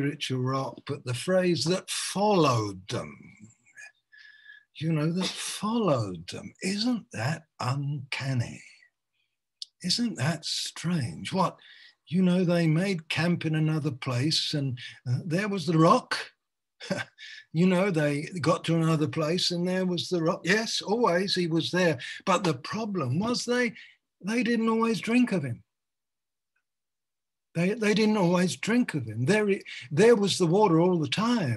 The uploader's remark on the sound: Malaysia Meets (Zoom)